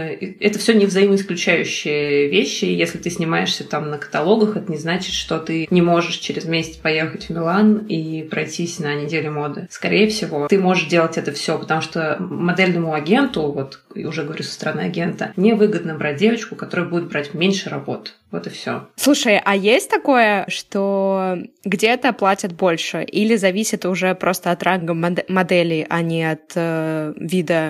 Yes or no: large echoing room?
no